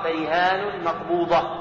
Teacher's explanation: فقرأوها بالألف مع كسر الراء